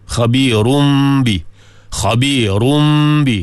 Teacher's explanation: Lepas tu makna iqlab, makna kita gantikan huruf nun itu dengan bunyi mim. Wah, tulis nun, tulis nun, tulis tanwin, tapi baca dengan mim.